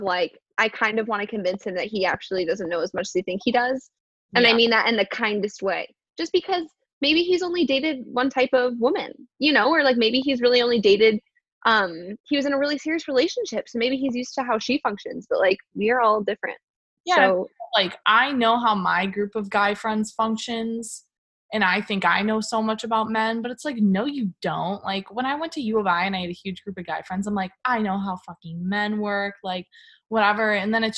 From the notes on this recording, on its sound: Second quarantine zoom date is in the books